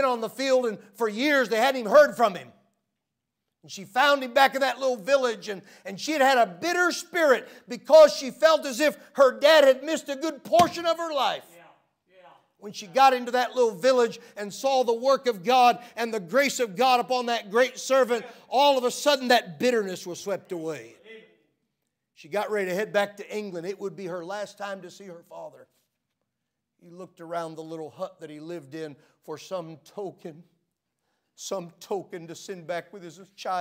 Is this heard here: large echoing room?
yes